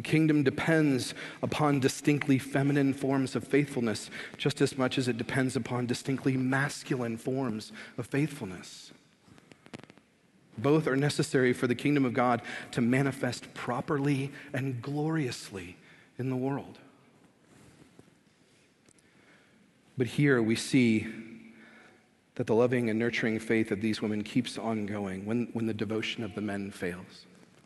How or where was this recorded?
large echoing room